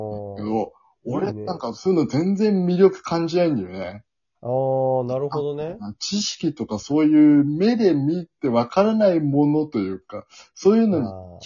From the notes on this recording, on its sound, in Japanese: 今週もリモート収録です！